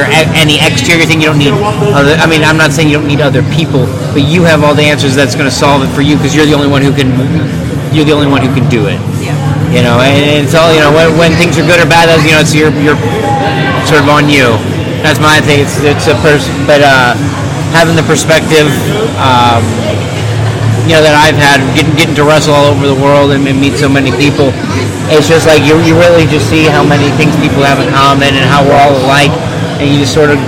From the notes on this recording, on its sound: Bear with the background noise